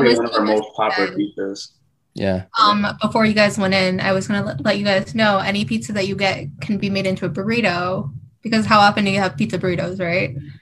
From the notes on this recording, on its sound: Recorded Live on Zoom